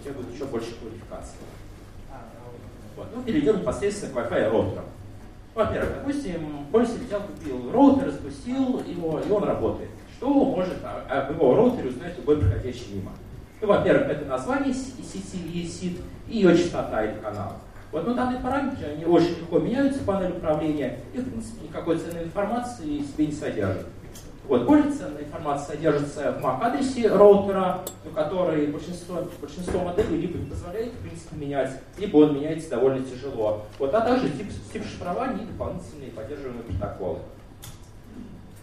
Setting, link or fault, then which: setting, live audience